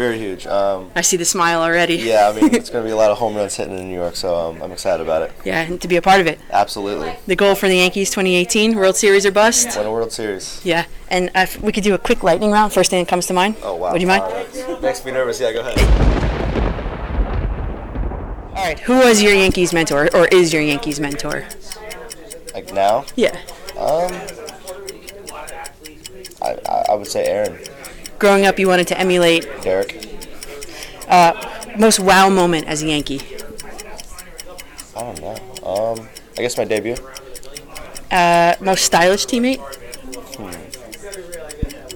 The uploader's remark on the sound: Recorded: Saturday, December, 17, 2017 All Star Collectibles, Preakness Shopping Center, Wayne, NJ